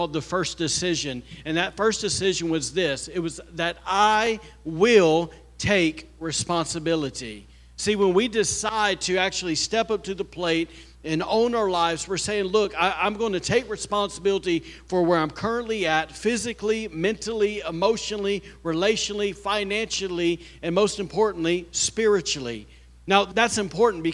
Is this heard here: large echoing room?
yes